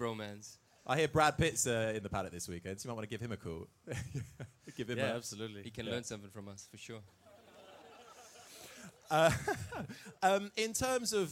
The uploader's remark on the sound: LIVE at the WTF1 Clubhouse